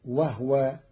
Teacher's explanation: قرأ قالون كلمة وهو بإسكان الهاء فتصير وهو، والضم والإسكان في لغة العرب.